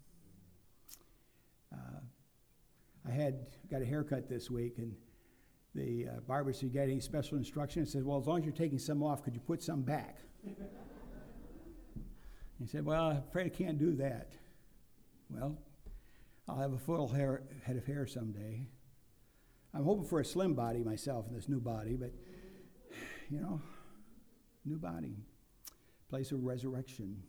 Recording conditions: large echoing room